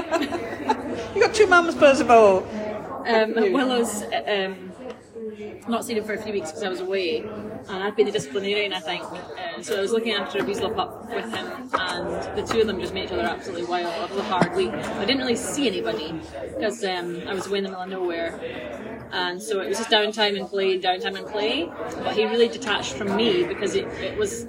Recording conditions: busy venue